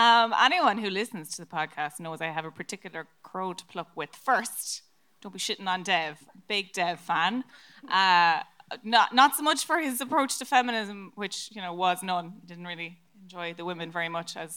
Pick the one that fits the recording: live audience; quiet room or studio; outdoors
live audience